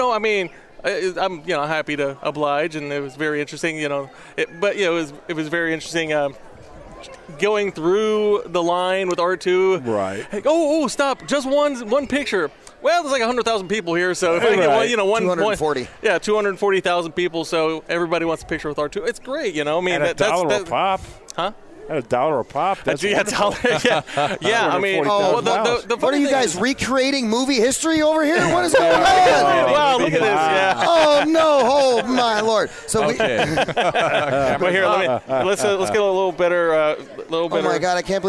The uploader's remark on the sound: Broadcast LIVE from Phoenix Comicon 2017. Phoenix Comicon is a multigenre entertainment and comic book convention held annually in Phoenix, Arizona. In 2016, the convention set an attendance record of 106,096 with 2017's convention on track to exceed those attendance records.